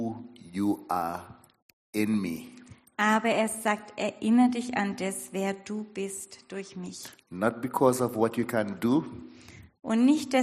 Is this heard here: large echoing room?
yes